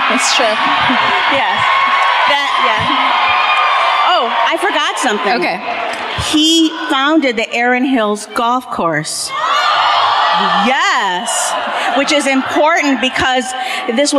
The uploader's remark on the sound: Live at the Riverside Theater in Milwaukee.